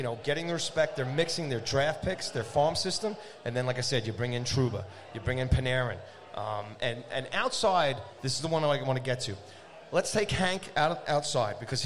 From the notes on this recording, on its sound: Live From Aroogas. Live and on-location from Arooga's Grill House and Sports Bar in Rockville Centre, New York.